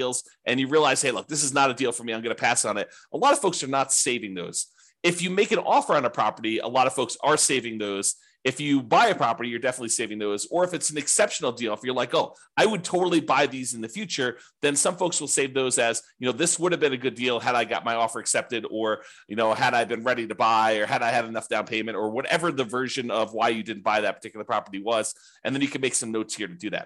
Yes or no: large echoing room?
no